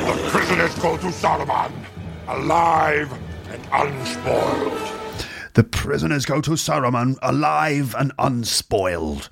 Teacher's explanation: You can hear it in the way that all of the sounds are sort of like kind of fully pronounced alive and unspoiled. So every consonant sound at the end of every word is like, you know, enunciated